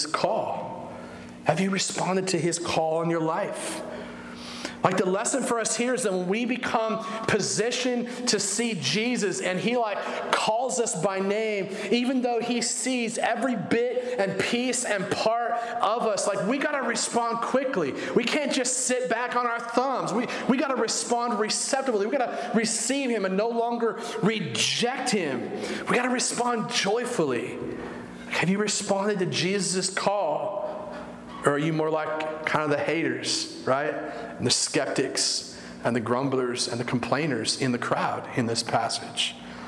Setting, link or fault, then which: setting, large echoing room